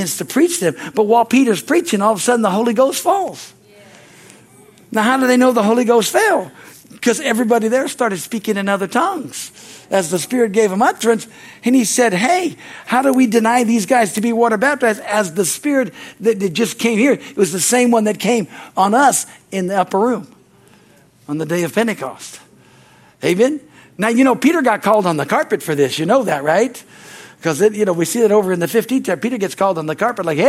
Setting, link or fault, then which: setting, large echoing room